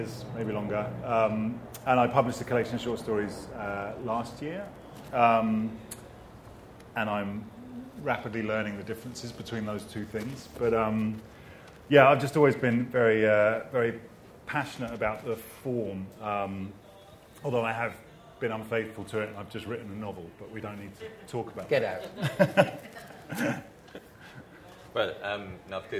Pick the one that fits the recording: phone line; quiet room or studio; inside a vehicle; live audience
live audience